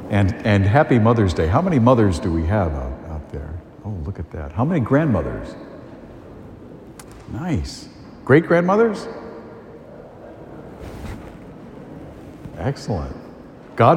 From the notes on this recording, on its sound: A homily delivered at Holy Family Parish in Amesbury, Massachusetts